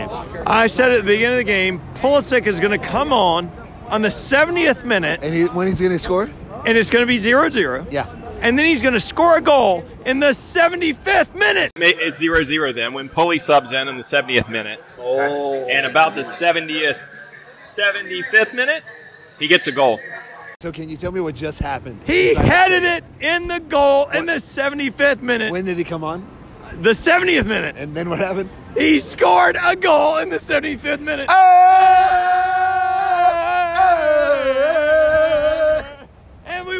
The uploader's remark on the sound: Part 1 is the pregame introductions, some sound from at the game and shortly after.